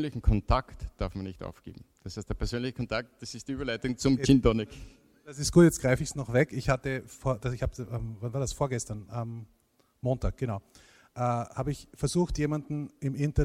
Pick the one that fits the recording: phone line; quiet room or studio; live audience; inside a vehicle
live audience